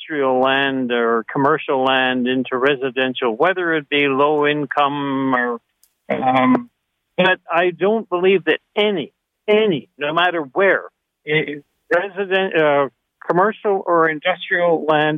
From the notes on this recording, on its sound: Listeners call. On Zoomer Radio!